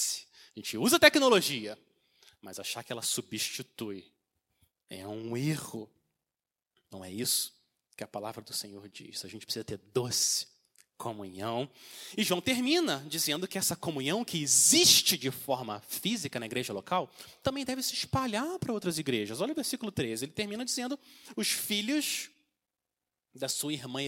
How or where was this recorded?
large echoing room